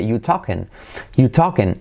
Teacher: Omite are y dice simplemente you talking